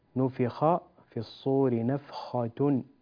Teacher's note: فإذا نفخ، فخم الخاء، نفخ في الصور نفخة، ولا تقول نفخ نفخة، لا، الخاء تفخم